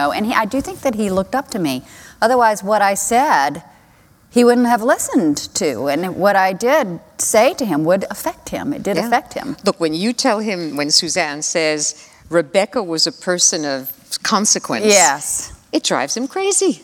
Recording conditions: live audience